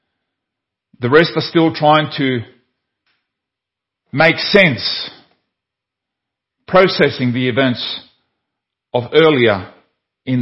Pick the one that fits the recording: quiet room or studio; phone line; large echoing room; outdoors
large echoing room